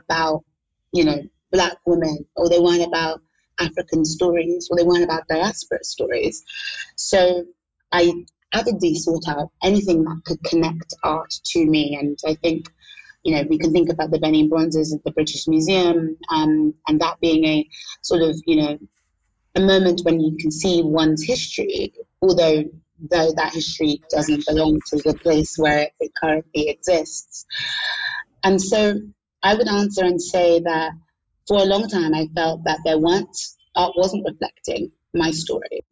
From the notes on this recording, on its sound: The sound quality in this episode is compromised due to an unstable internet connection between London and Lagos, where this conversation was recorded.